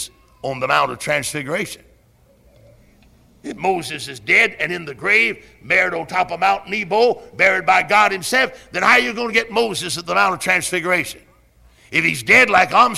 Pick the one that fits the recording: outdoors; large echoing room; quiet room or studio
large echoing room